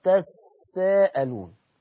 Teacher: التاء الثانية قريبة من السين، فتضغم التاء في السين فصارت تساءلون